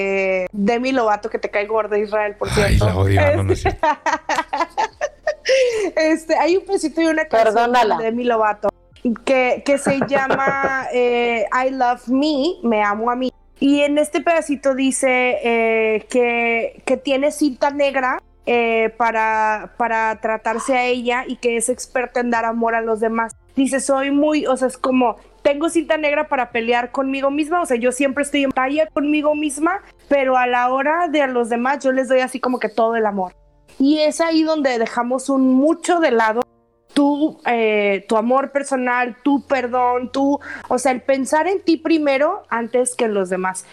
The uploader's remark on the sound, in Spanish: se grabarán vía remota guardando la debida cuarentena ante la pandemia mundial del coronavirus covid19, por lo que ofrecemos una disculpa por las distintas calidades de audio